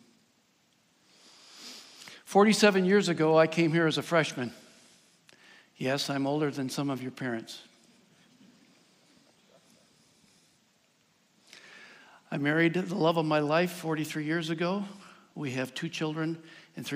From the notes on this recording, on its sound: Recorded live at Cornerstone University’s Christ Chapel. A service of Cornerstone University, Grand Rapids, Michigan.